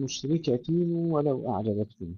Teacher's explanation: وكسر التاء نحافظ عليه جيدا مع إدغام التنوين في الواو